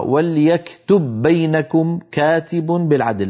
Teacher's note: وليكتب التقى في النطق باءان، والأولى من البائين ساكنة فأدغمنا الباء الأولى في الثانية فصارتا باء واحدة مشددة · Term: الإدغام